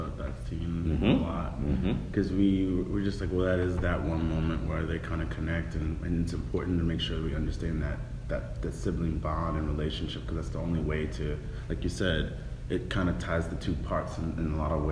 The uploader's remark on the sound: at the 2019 Middleburg Film Festival